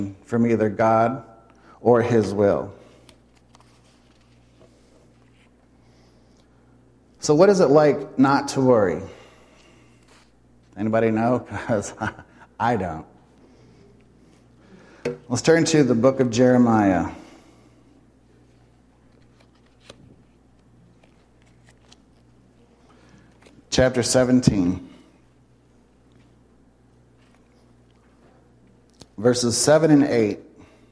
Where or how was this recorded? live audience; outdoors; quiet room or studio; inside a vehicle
live audience